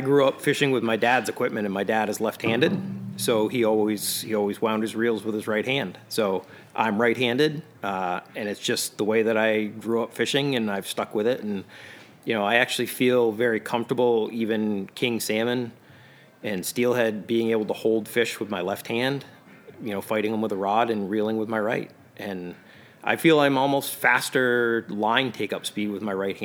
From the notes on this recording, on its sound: Live from the Sebago Trout Unlimited's Castaway for Conservation Event